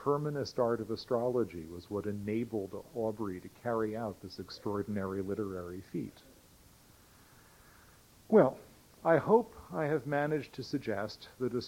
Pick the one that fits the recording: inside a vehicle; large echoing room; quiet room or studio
large echoing room